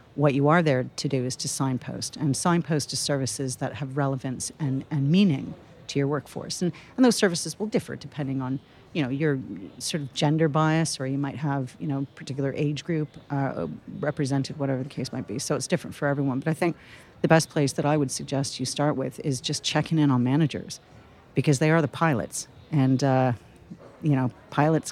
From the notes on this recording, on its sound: Recorded at Spring Fair 2022. Recorded at Spring Fair 2022.